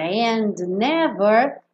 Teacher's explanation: Então, olha, and never, esse D acabou sumindo pra gente poder passar de um N pro outro.